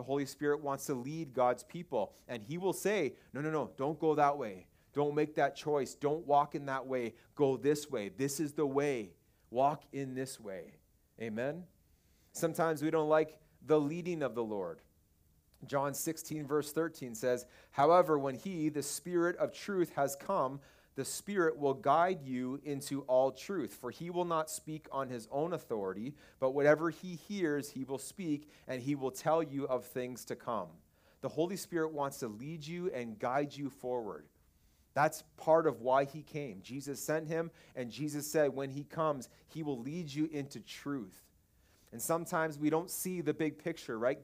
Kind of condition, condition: setting, large echoing room